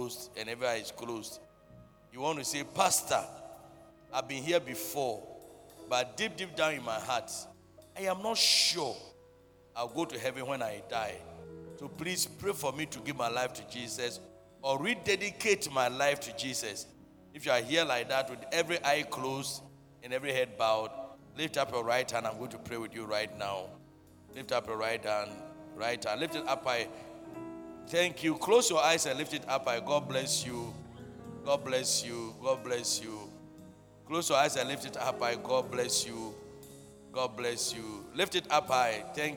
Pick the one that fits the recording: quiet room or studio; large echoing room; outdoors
large echoing room